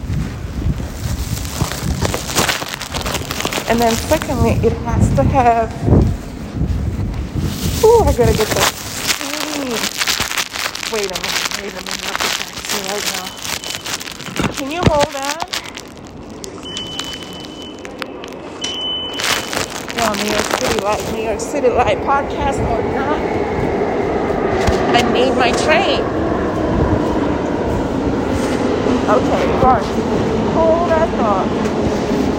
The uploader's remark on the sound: Ignore the NYC Subway noises in the background. I am on the go as always.